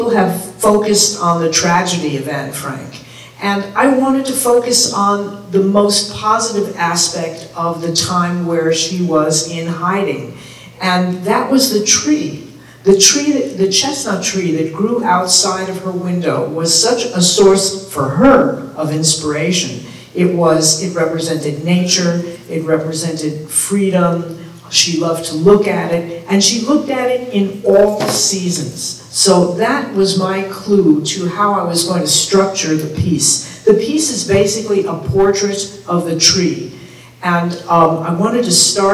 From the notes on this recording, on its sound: Enjoy this special edition of Mocktails and Masterpieces recorded live at the Ann Katz Festival with Indianapolis JCC on November 2023.